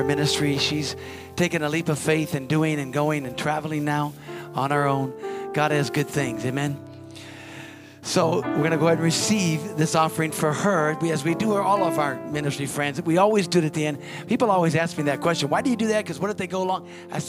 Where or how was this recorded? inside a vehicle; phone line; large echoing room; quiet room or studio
large echoing room